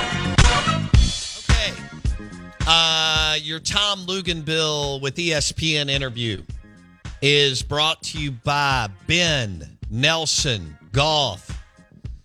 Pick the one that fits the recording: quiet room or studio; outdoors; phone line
phone line